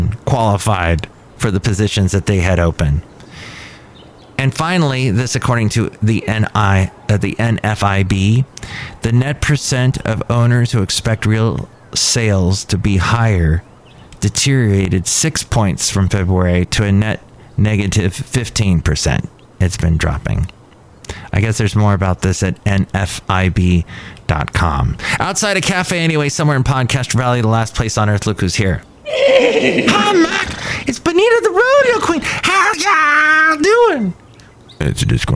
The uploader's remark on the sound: podcasts live from Café Anyway